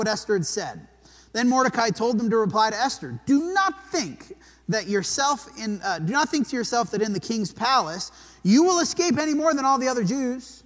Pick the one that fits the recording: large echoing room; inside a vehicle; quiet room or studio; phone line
large echoing room